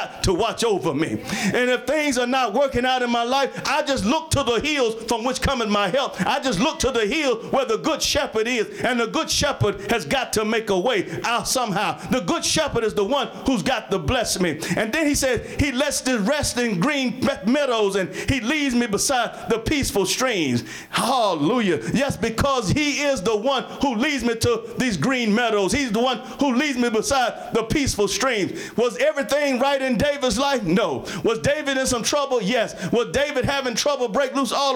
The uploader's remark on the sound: Sermon preached from Wesley AME Zion Church.